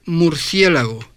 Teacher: Y por último, subo la parte de atrás de la lengua y aparece la gutural go